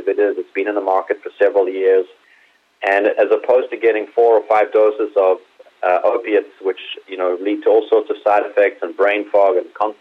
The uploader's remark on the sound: called in to SmallCapvoice